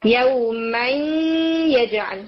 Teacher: جی، ادغام بغنہ ناقص اگر نون ساکن یا تنمین کے بعد واؤ اور یا آ جائے تو نون اپنا مخرج تو چھوڑ دیتا ہے مگر اپنی کوالٹیز میں سے غنہ کی کوالٹی کو نہیں چھوڑتا